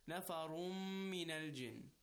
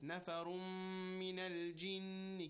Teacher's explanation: We are merging the Noon, Nafarun, with Meem, Nafarum, right? So it becomes, it's merged. · Term: Idgham